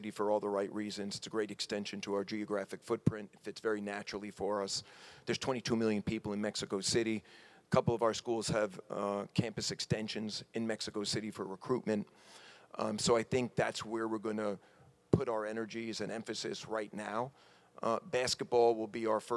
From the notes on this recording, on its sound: Press conference at Big 12 Basketball Media Day. In Kansas City, Missouri.